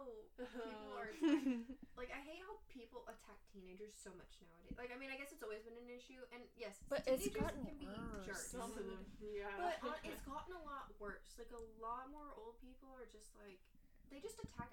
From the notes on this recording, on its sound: forgive us for any awkward audio